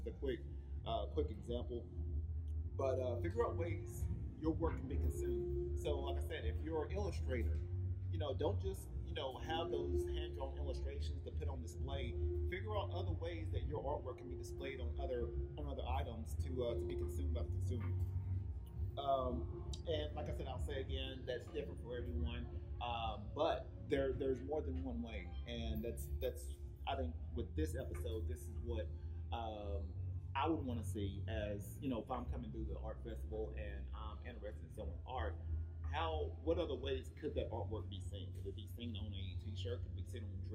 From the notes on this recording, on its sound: This was actually a previous FB Live recording over the weekend at the Alley Art Festival in Vista, California.